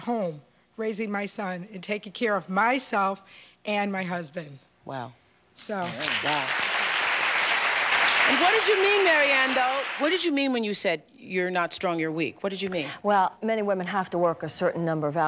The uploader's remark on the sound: answers questions from the audience.